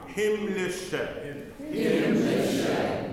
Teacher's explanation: Sometimes we see I's and want to make them E sounds. It's a pure I.